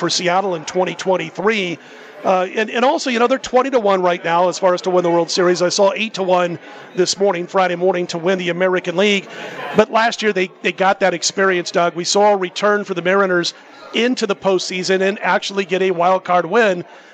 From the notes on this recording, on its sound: Live From Super Book at Westgate